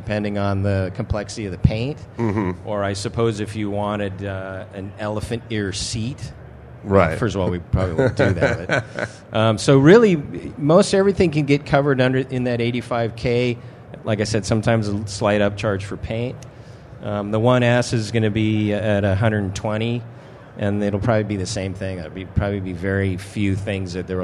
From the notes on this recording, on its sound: Live from K&N Filters at SEMA. Live at the K&N Booth at SEMA.